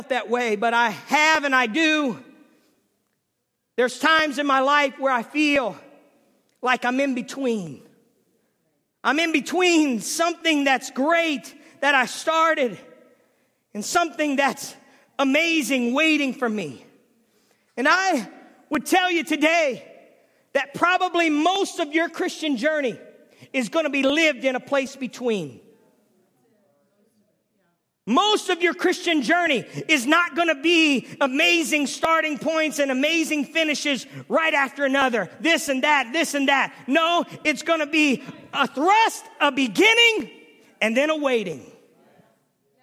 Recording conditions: large echoing room